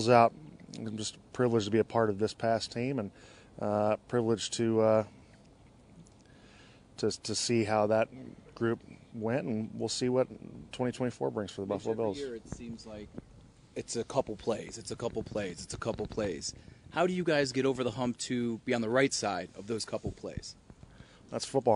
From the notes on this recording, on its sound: reports live from the Bills locker room with players.